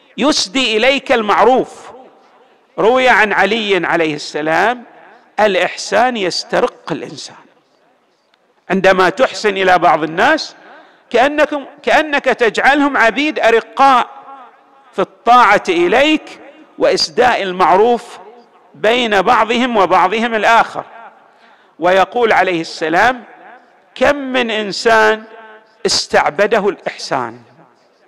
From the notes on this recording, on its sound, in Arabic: تسجيلات جامع الإمام علي عليه السلام الآحساء - المبرز